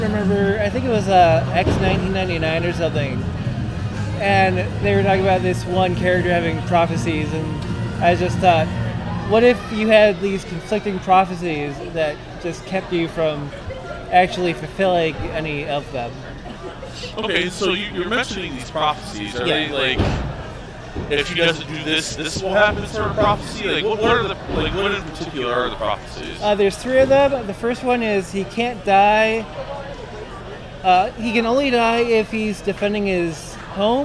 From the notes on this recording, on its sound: live at Geek Fest 2023